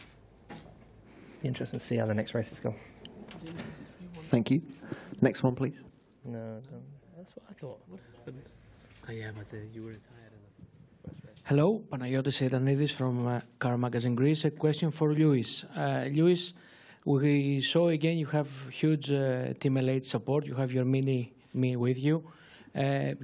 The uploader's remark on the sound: China Sunday Driver's Post-Race Press Conference